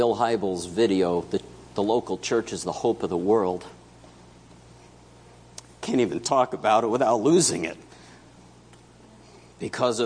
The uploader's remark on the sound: September 24 2017 Morning Worship